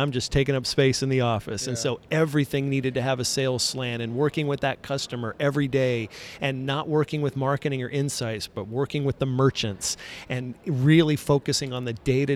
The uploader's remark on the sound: In this Episode recorded live from the floor of CRC.